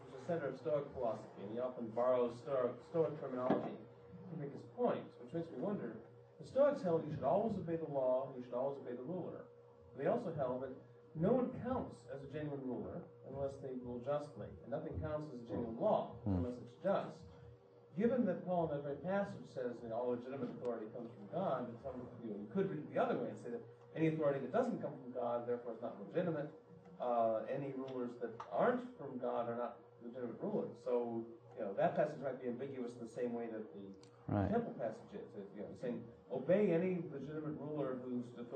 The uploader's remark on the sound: From the 2006 Austrian Scholars Conference.